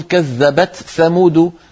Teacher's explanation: قبيلة تقول كذبت ثمود بإظهار التاء عند الثاء